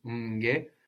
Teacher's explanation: The M and the N will kind of maybe just sound like a long M.